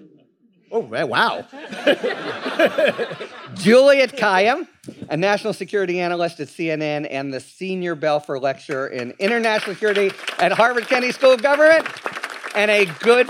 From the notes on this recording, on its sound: Recorded Live at the Texas Tribune Festival. This panel discussion.